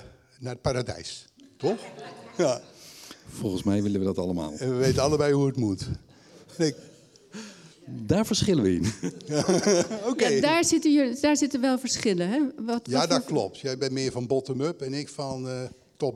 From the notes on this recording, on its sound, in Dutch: In deze aflevering van Haags Verhaal in Beeld en Geluid keken we met het publiek